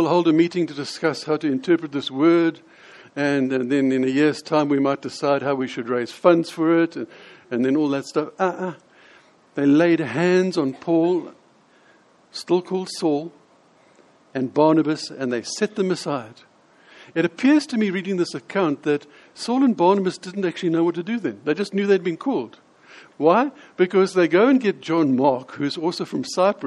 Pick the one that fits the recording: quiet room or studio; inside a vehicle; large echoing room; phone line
large echoing room